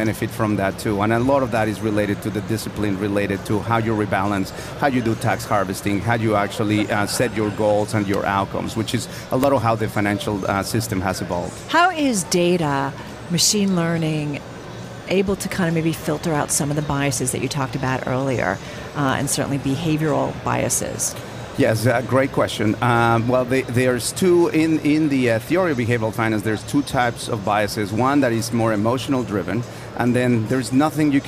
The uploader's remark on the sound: Live from Schwab Impact 2017 in Chicago